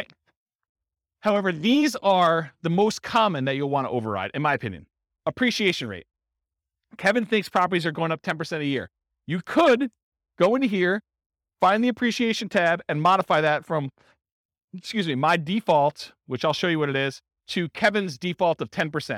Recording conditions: live audience